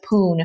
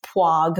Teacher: a child will take a cluster of sounds like the SP in spoon and simplify it to poon, or frog is pwog because they can't get those two sounds. · Term: cluster reduction